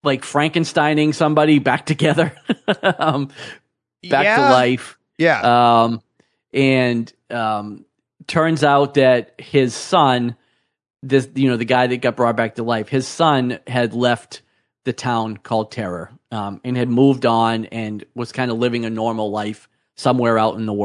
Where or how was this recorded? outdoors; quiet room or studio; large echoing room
quiet room or studio